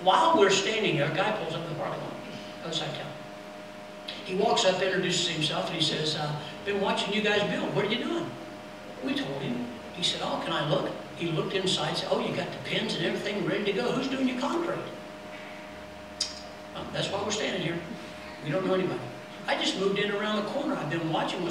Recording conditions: large echoing room